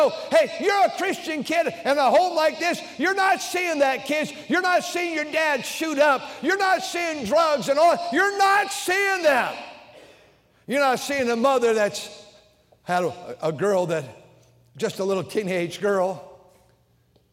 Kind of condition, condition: setting, large echoing room